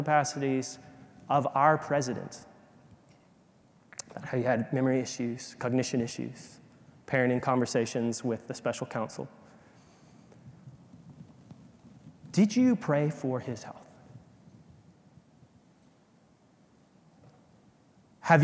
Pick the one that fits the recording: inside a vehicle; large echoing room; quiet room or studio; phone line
large echoing room